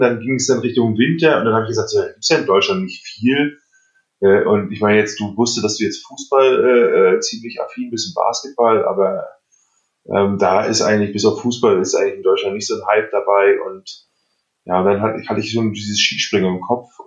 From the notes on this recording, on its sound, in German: Das ist eine unsere Probefolgen, also wundert euch nicht über die Tonqualität und unsere (noch) amateurhaften Vorträge!